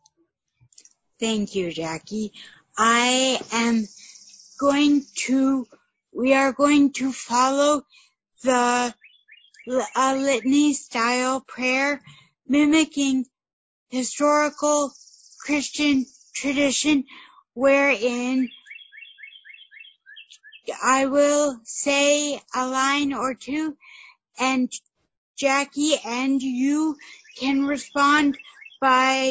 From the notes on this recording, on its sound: recorded it long-distance but were able to share the sounds of nature, being serenaded by the birds